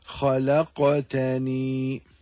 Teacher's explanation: On the letter Qaf, there's a sukoon. Therefore, قَلْقَلَ will apply. And so we have to recite the letter with an echoing or jerking sound. · Term: qalqala